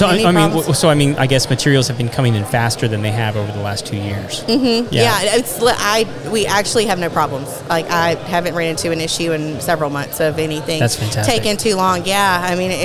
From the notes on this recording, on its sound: Live at Rowdy’s in Spring, TX for The Contractors Network event. This is a monthly event held on the third Thursday of every month.